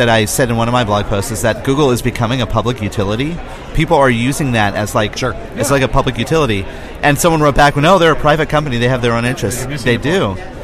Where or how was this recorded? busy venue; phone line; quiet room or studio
busy venue